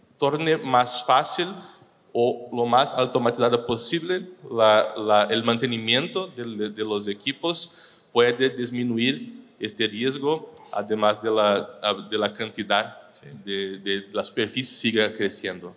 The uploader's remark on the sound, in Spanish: Este es un episodio grabado en vivo durante ANDICOM 2023 del panel "Amenazas y Ataques Cibernéticos en la Era Digital".